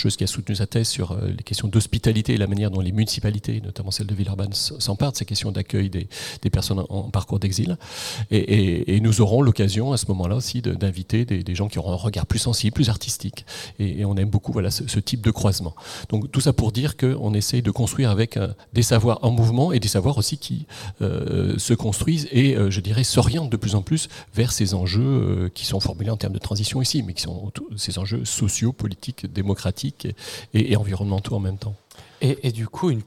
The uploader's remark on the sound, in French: En direct de l'Ecole de l'Anthropocène 2023